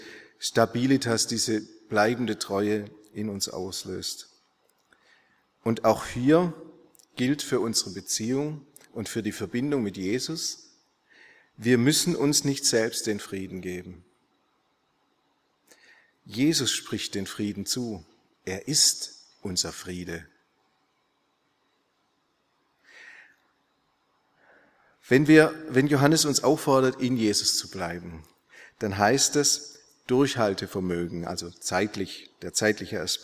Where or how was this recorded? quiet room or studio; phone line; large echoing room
large echoing room